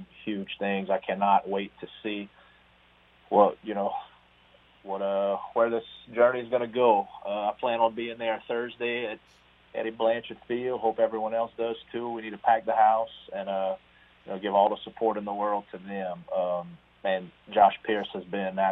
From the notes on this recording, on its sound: First off, we apologize because the first few minutes of today's show are not recorded due to an issue with our recorder. On the phone lines.